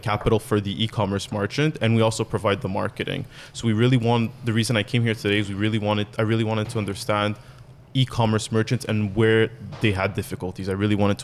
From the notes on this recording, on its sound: The team records a podcast live from San Francisco at an event on the coming apocalypse of retail. Joined by two special guests.